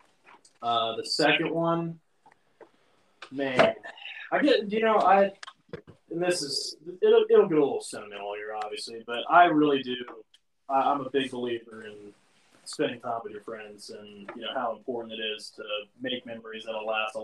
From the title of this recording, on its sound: poor audio